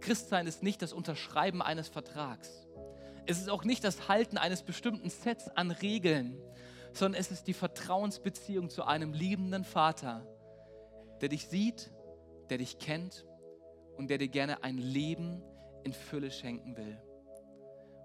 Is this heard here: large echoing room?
yes